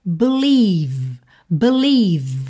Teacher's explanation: esse encontro vocálico, vai soar i, gordinho mesmo, recheado, tá? Então vamos ter believe, believe, terminando o som no v, ok? · O primeiro vai ter um som muito fraquinho, b, b, é um som a, não é e, tá? Nem e, é a, b, b.